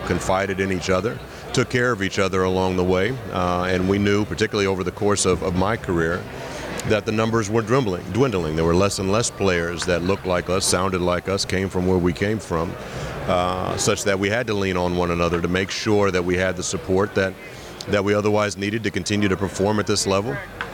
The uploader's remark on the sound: Live from the 2023 MLB All Star Game